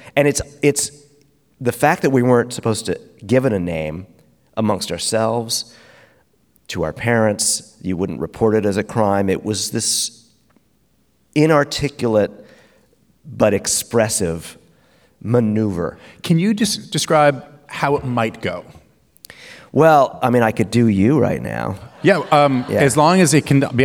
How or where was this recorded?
live audience